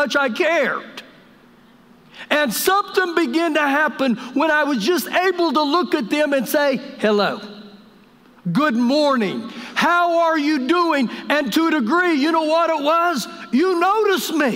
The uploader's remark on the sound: Recorded live during our Sunday morning service